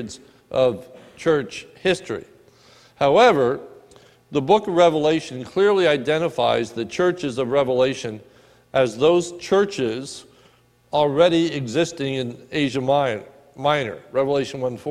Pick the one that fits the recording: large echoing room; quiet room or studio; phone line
large echoing room